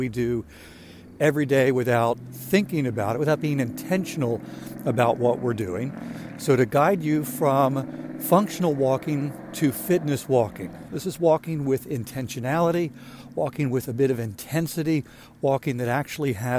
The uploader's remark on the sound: During today's ten-minute walk.